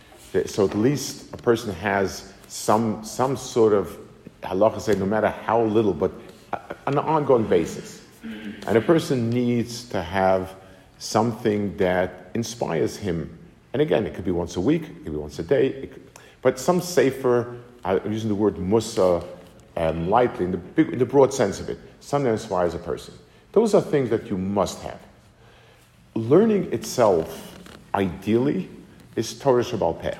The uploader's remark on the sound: Delivered to the Kollel in Atlanta, GA